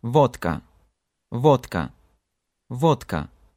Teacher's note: You probably know it is written with D in the middle in English, and there is D in Russian too, but when Russians read this word, D turns into T.